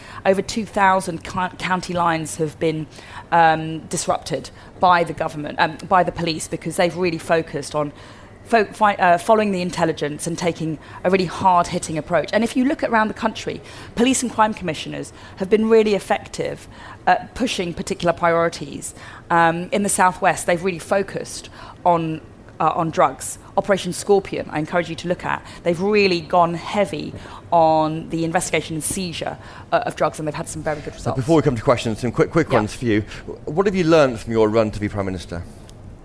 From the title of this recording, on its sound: Live from CPC